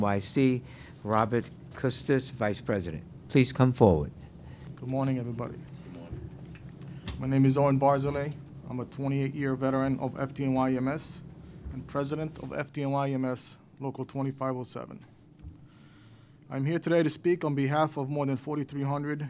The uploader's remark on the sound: The New York State Senate Standing Committee on Civil Service and Pensions held a public hearing. What you’re about to hear is excerpts of this public hearing.